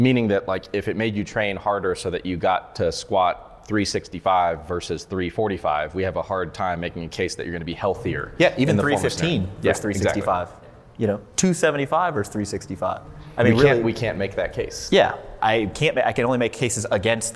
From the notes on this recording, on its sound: This podcast was recorded July 2019 at Elevate Barbell in Fort Collins, CO.